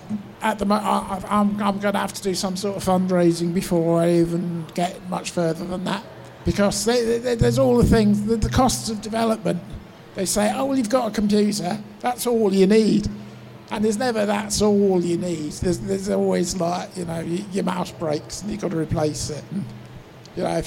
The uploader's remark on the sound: Panels recorded live at PLAY Expo Manchester.